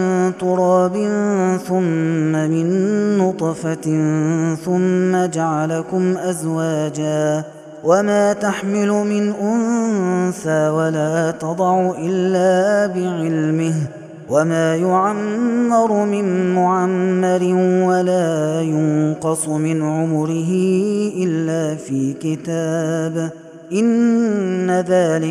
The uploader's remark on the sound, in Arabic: هذا التسجيل من صلاة التراويح